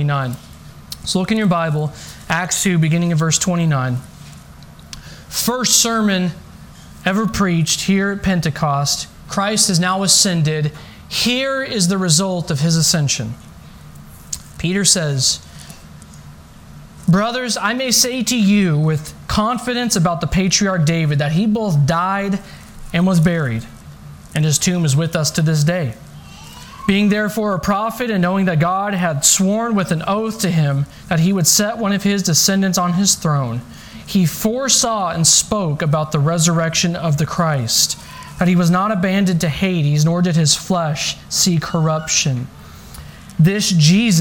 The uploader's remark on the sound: This message was delivered on April 4th, 2021 at Redeemer Community Church.